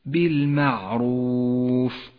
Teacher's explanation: ولاحظ كيف يجب أن ترقق حرف الميم وأن تفخم حرف الراء بالمعروف وليس بالمعروف فهو خطأ.